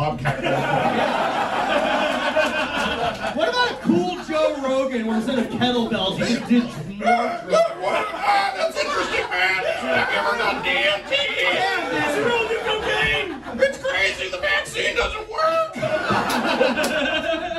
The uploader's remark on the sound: Live in Chicago. A LIVE episode of The Loud Boys Podcast from The Lincoln Lodge in Chicago!